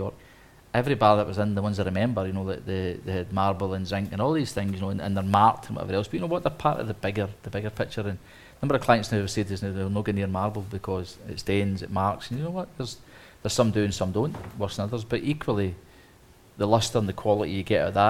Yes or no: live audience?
yes